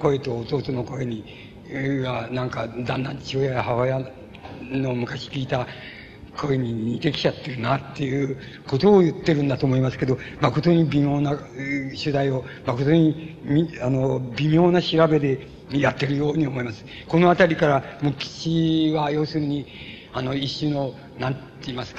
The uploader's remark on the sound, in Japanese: 主催：斎藤茂吉記念館 場所：山形・上山市民会館。斎藤茂吉の生まれ故郷である 山形県上山市の 斎藤茂吉記念館によって行われた 斎藤茂吉追慕全国大会での講演。たいへんクリア。